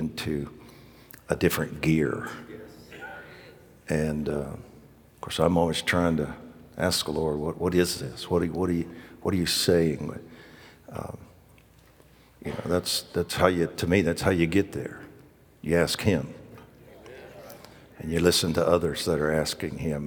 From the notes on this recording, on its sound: Recorded live at The Hub. The Oasis Church, Middletown Ohio.